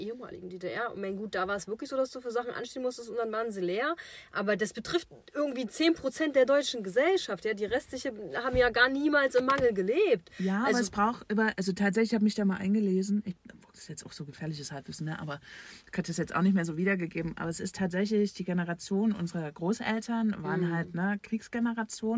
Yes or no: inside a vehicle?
yes